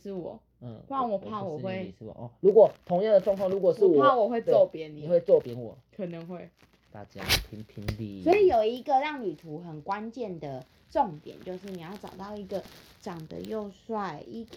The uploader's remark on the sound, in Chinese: 這一次錄音有點雜訊!!!有想辦法除掉。